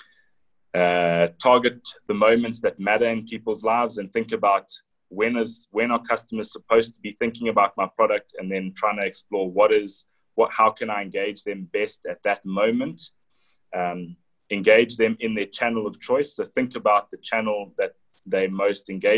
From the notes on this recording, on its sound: Breakthru Business Forum ZOOM Meeting